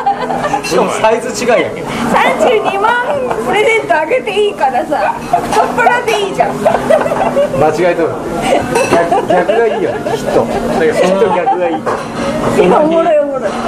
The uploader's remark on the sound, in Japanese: ミュージシャンの聖地ザ・満麺屋にて。